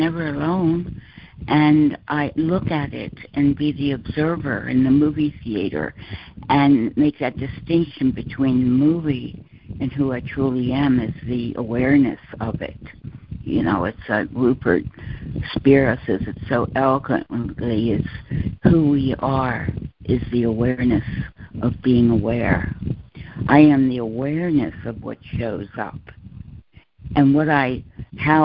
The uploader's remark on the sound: ACIM Daily Conference Call.